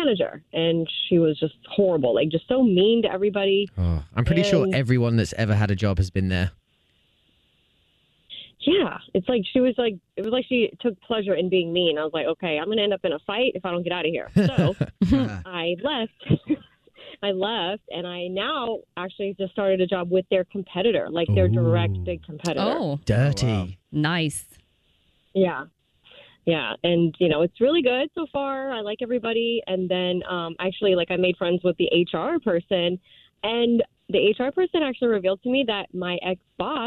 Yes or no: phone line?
yes